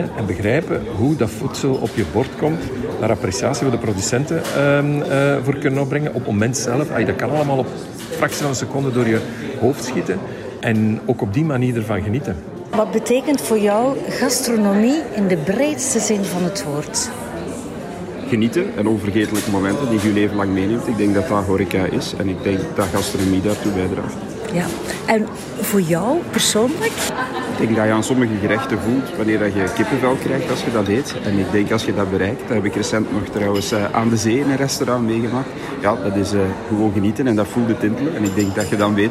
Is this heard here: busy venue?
yes